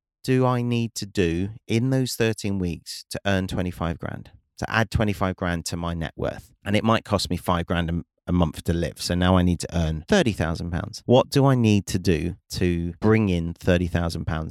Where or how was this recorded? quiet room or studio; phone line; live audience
quiet room or studio